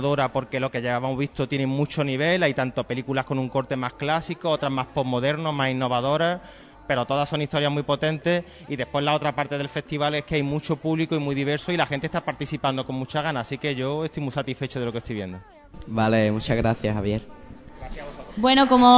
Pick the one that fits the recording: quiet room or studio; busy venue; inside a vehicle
busy venue